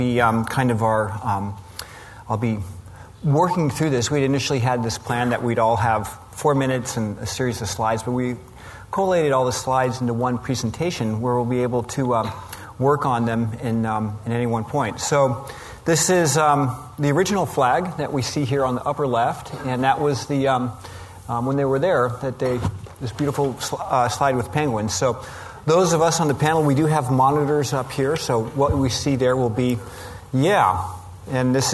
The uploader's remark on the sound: This was recorded at the American Alpine Club's 2016 Annual Benefit Dinner presented by The North Face and REI.